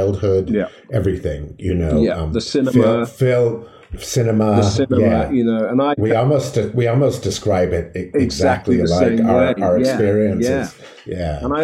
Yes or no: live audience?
no